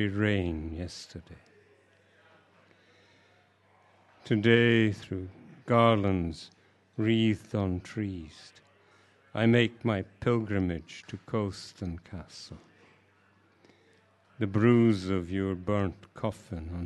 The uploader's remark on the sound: live at Cherry Poets